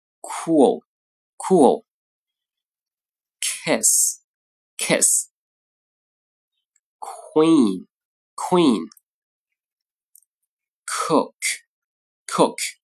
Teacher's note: 舌后部抬起贴住软腭堵住气流，然后舌后部突然在降低，气流冲破障碍，发出爆破的声音。清辅音不振动，发作 kk，浊辅音呢声带振动，发作 gg。好，来看例词，含 k 的一些单词 coolcool，Kiss, kiss. · Term: 辅音的 k 和 g